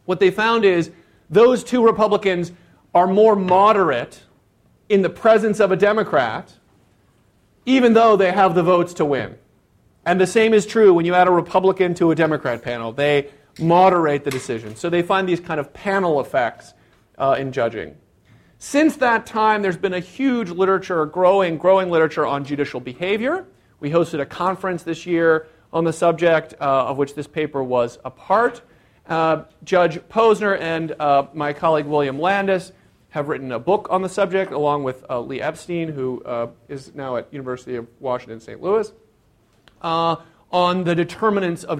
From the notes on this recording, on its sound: This talk was recorded on April 15, 2014, as part of the Chicago's Best Ideas lecture series